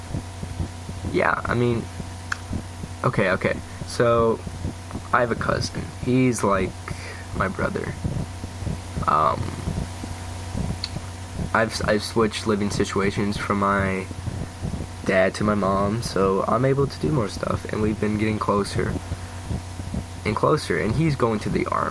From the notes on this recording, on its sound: And I will fix the background noise by next episode.